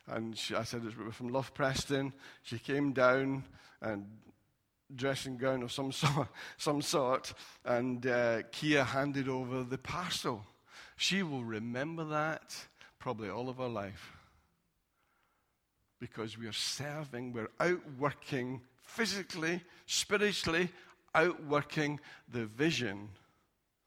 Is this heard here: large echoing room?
yes